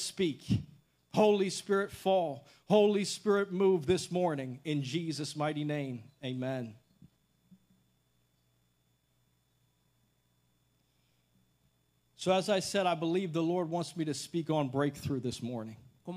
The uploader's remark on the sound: This message was recorded at Generación Victoriosa Church in Calexico, California. The message was translated into Spanish so listeners can hear it in both English and Spanish.